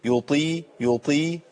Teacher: الطاء عندي حتى لو مكسورة يبقى فيها قوة شوي